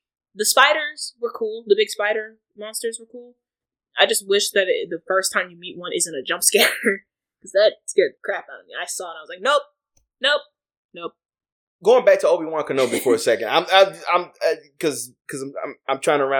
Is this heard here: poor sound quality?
yes